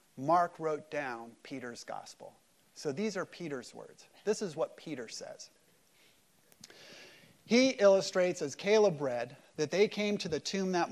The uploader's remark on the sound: Easter service at Mariners Church Huntington Beach